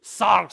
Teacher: The R, you have to kind of roll it, pretend you're a little bit Scottish. Sarx is how you pronounce that.